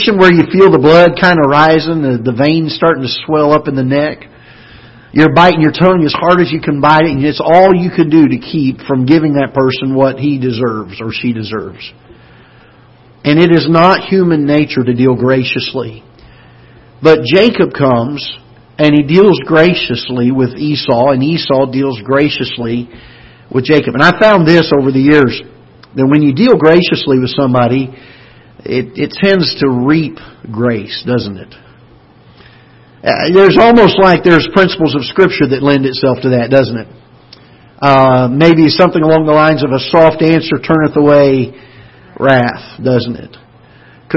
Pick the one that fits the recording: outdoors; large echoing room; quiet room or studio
large echoing room